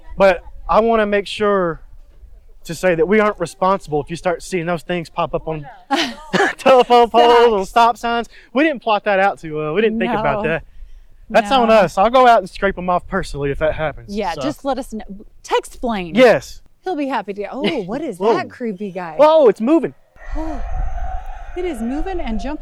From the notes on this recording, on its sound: Live in the streets of Daybreak for Halloween 2023. They visit a backyard haunted maze.